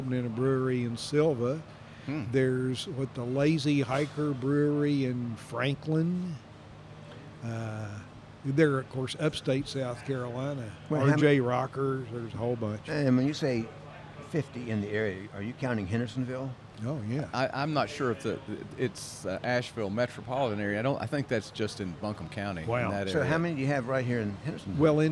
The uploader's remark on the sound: This episode was recorded at The Sanctuary Brewing Company in Hendersonville, North Carolina. This episode was recorded at The Sanctuary Brewing Company in Hendersonville, North Carolina.